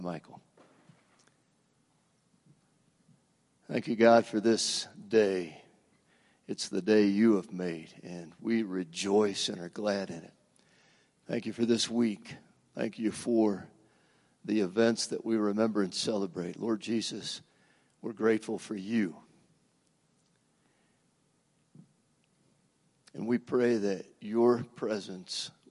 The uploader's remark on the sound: Woodland Life Church Live - 2022/04/16 - Audio